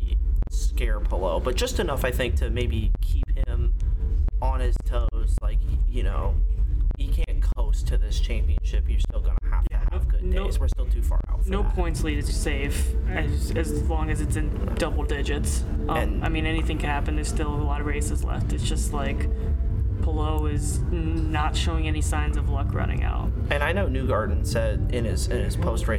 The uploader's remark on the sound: Bare with us on the audio